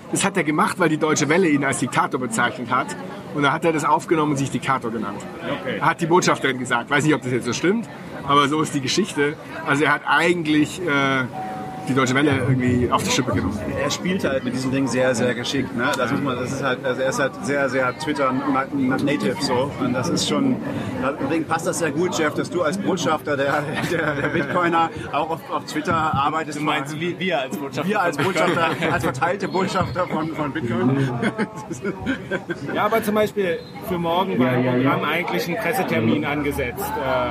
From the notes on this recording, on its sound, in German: In San Salvador stattfindenden Adopting Bitcoin-Konferenz. Haben wir die gute alte Tradition der Vor-Ort-Aufnahme auch am anderen Ende der Welt beibehalten. Da an dem Tag der Aufnahme viele Bitcoiner aus der ganzen Welt der Bitcoin Beach besuchten, wurde es während der Aufnahme immer lauter und fröhlicher. Mehr authentische Atmo im Hintergrund geht nicht!